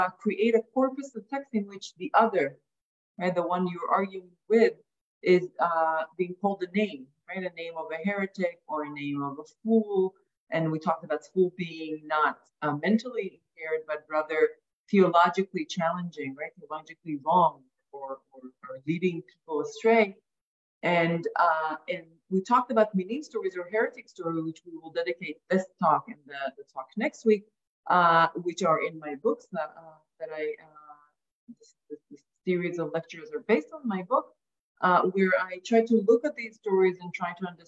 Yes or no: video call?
yes